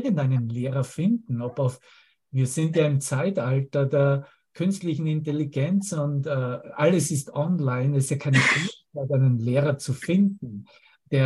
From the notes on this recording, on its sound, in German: Zoom-Session.